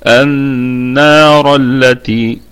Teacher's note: والراء مفخمة في البدء يعني في الوقف عليها وفي الوصل. النار التي، يبقى هي مفخمة على اي حال.